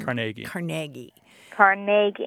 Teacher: Carnegie, accent on the second syllable. With more of an A than an E.